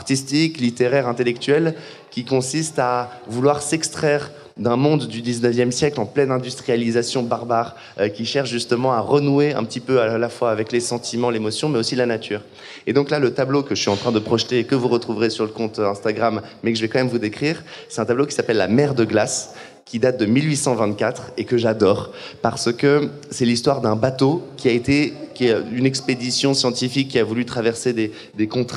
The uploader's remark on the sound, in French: Episode Spécial Live à HOBA. Cet épisode était enregistré chez HOBA, un lieu qui accueille des événements autour de l'alimentation durable.